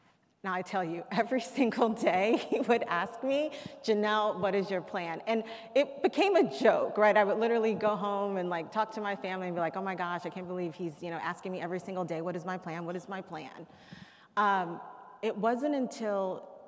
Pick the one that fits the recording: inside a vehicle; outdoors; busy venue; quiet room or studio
busy venue